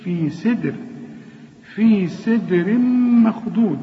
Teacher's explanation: الدال هنا لازم نقلقلها، والسين في آخر درجات الترقيق